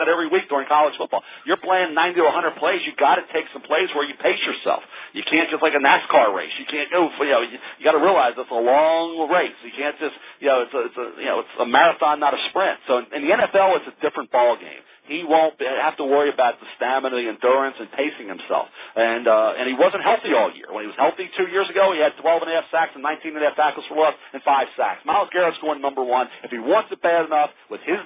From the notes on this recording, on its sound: NFL Draft Conference Call